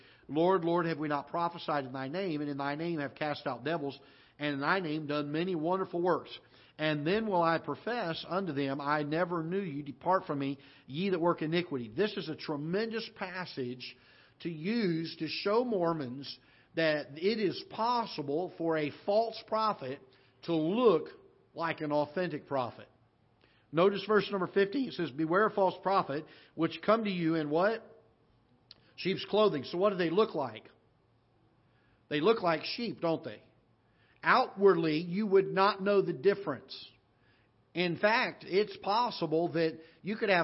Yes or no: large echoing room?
yes